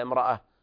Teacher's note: يقلبون التاء إلى هاء مربوطة، والكساء يزيدها بالإمالة